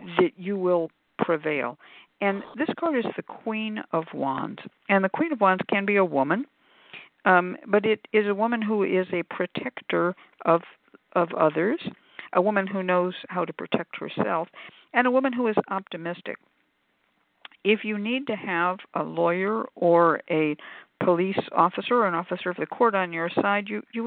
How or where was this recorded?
phone line